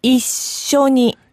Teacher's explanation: The S is held and the O is short. · Term: hard consonant